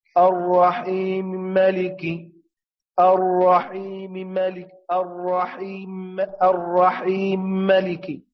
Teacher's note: ويمتنع طبعا الغنة لعدم كون الميم مشددة